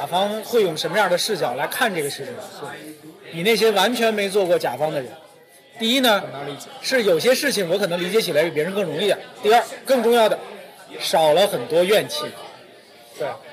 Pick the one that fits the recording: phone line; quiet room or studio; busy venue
busy venue